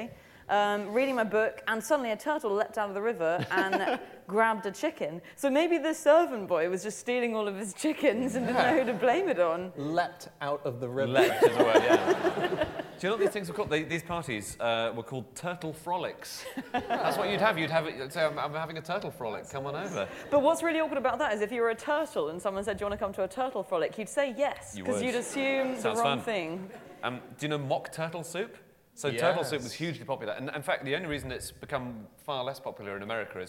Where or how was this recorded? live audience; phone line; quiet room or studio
live audience